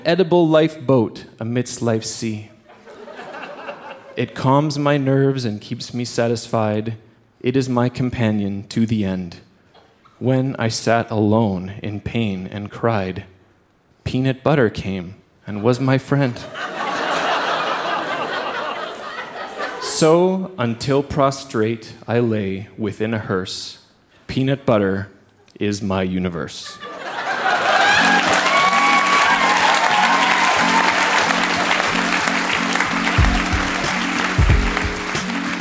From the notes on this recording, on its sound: Recorded live at the Cosmo Seniors Center as part of Winterruption 2017.